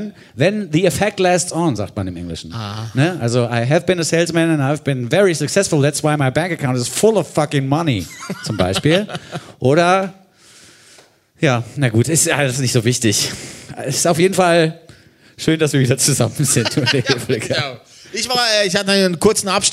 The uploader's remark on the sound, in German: Eine weitere Live-Ausgabe des FluxFM Zuckerstücklis auf der Dussmann-Bühne